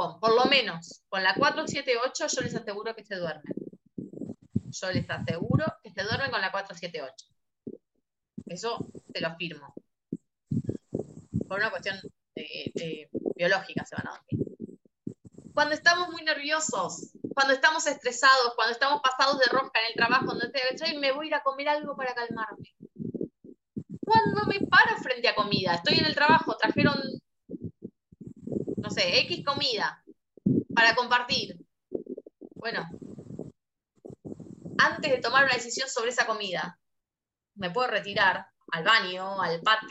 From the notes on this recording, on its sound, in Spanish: Audio de charla de zoom